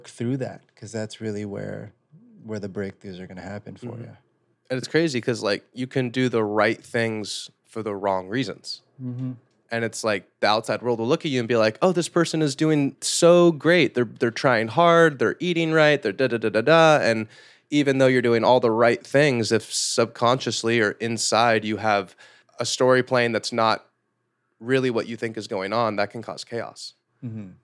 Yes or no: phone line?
no